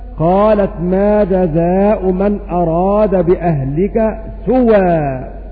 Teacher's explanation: وكذلك أيضا قالت ما جزاء من أراد بأهلك سوءا، فننقل حركة الهمزة فننقل حركة الهمزة إلى الواو الساكنة قبلها · Term: النقل